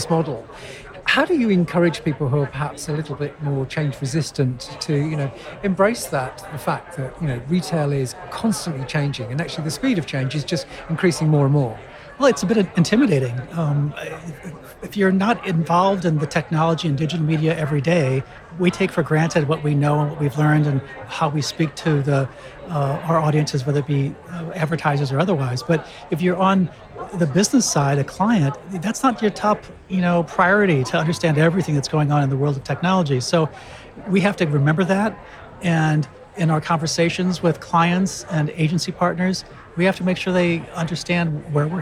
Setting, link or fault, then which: setting, busy venue